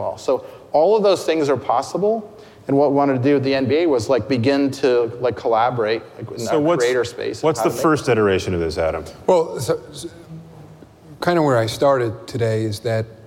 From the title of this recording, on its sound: Live at Code Media 2018